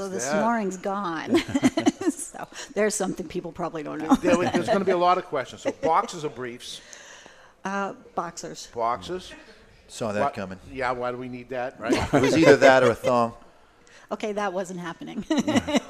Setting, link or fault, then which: setting, live audience